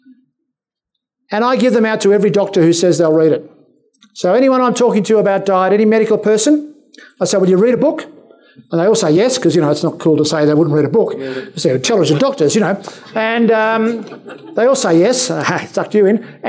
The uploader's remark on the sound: you will hear various lectures from that conference